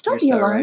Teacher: And it's high-pitched and breathy the whole time.